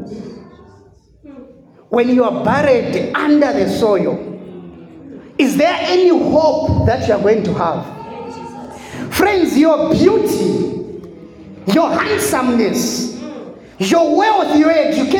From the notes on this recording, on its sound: The sermon was preached in the church setup.